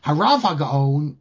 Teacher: the stress is on the Rav